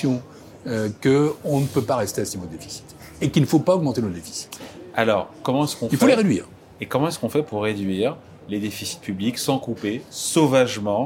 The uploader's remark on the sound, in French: enregistrée lors de La REF du Medef le 29 août 2023 à l'Hippodrome de Longchamp